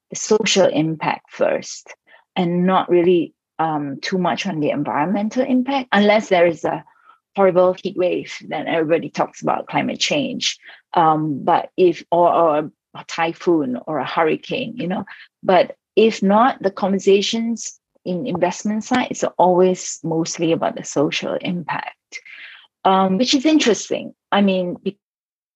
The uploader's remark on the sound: Recorded LIVE on July 28th, Zoom, 1pm CET